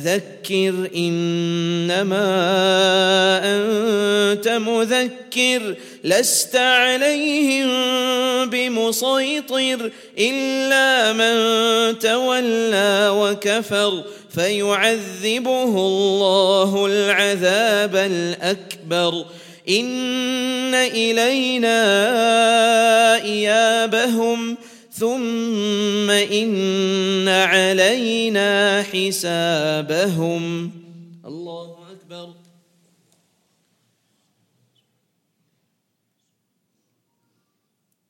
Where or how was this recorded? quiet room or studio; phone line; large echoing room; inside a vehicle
large echoing room